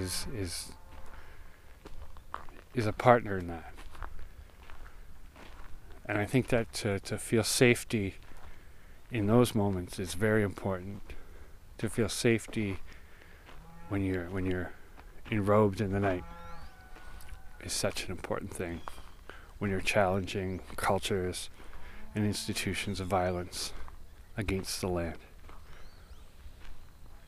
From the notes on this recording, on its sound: Sharing the sounds I came across recently on late night forays down to the river by my house and in my backyard. The crickets, the random passing plane, the one off calls of birds, the sudden cry of something I do not know… I recorded these.